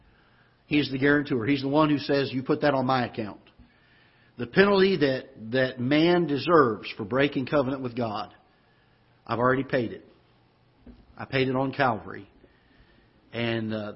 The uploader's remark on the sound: Ketha Heights Baptist Church ~ Live Broadcast